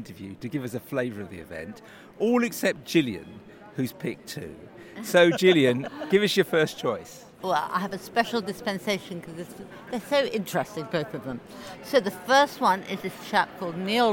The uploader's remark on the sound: Barcelona for the World Parkinson Congress. From the floor of the conference.